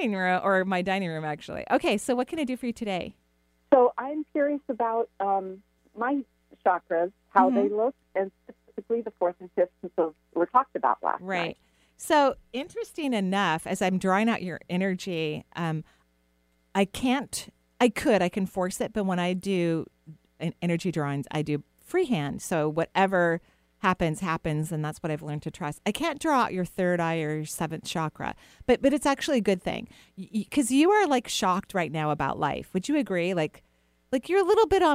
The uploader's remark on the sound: On today's call in show